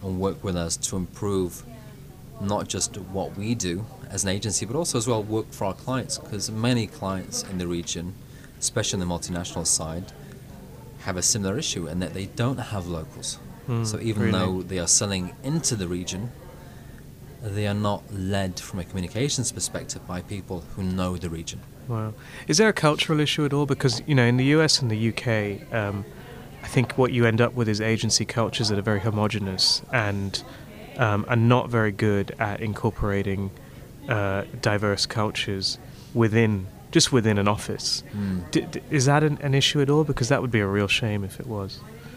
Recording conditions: busy venue